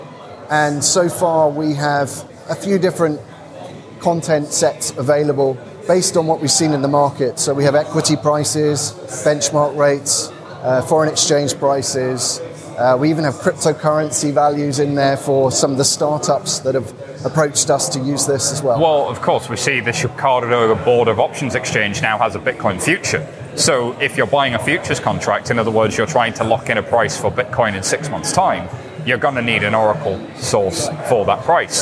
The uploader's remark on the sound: Interviews from Blockchain Live